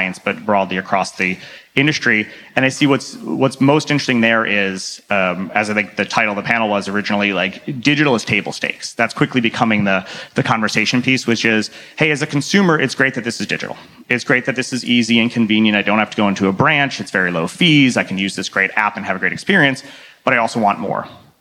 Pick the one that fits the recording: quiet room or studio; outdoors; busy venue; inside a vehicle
busy venue